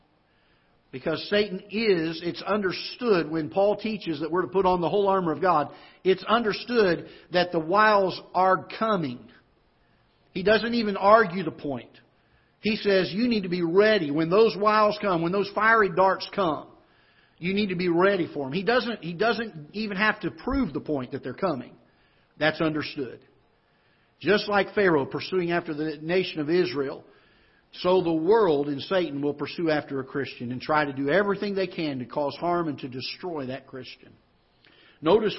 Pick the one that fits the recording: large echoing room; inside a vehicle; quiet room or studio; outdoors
large echoing room